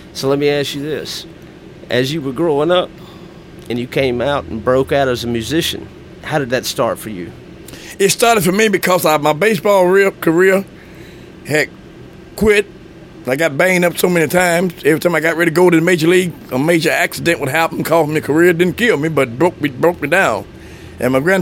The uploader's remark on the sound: during the 50th Annual Blues Festival at the Blue Front Cafe in Bentonia, MS.